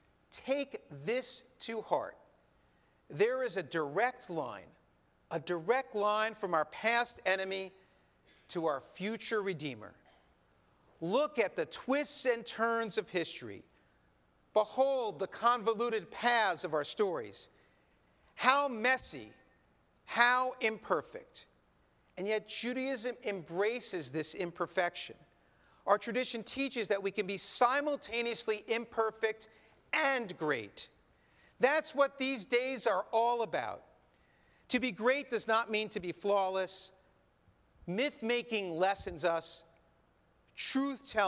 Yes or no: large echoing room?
yes